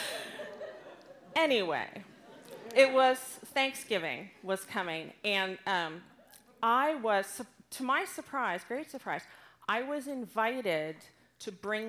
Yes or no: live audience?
yes